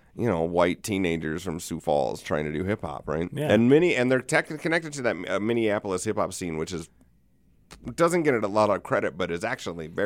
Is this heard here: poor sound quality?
no